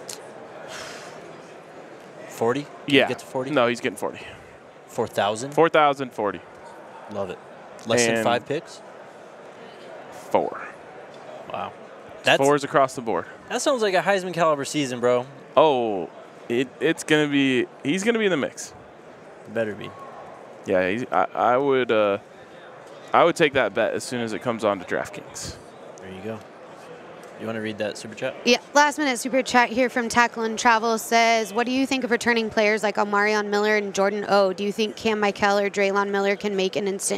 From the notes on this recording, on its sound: live from Radio Row in Las Vegas.